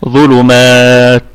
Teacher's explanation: طبعا لما نقف عليها بالسكون نراعي همس التاء، ظلمات، شوية هواء بصوت جدا يصحب حرف التاء لأنه حرف شديد ينحبس به الصوت